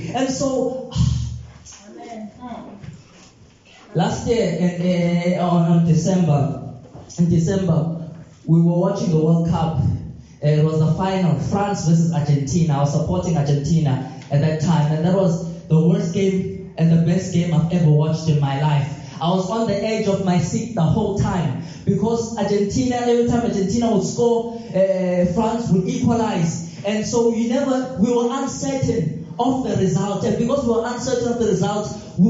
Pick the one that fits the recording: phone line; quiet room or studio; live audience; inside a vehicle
live audience